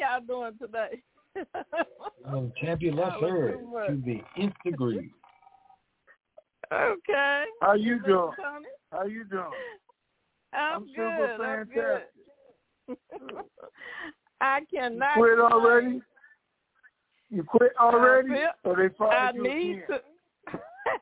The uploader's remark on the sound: Conference Call